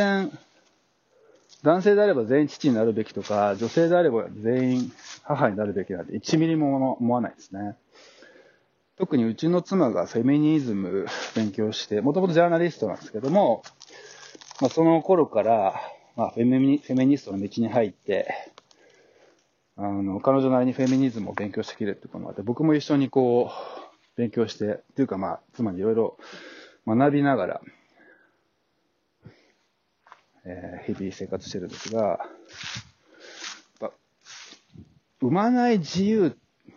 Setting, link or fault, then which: setting, outdoors